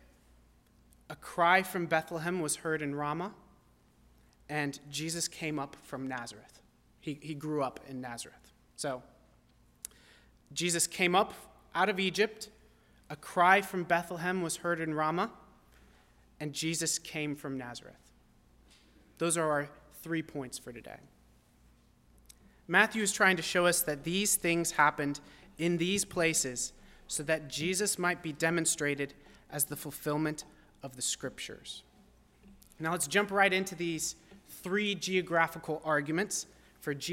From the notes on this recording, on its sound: at First Baptist Church in Delphi, Indiana.